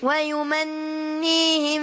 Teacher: النون مشددة هتاخد غنة حركتين